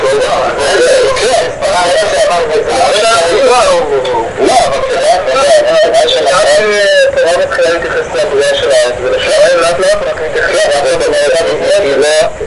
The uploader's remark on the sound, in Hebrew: ההקלטה באיכות נמוכה.